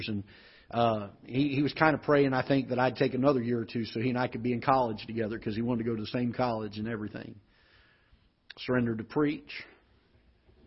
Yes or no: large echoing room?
yes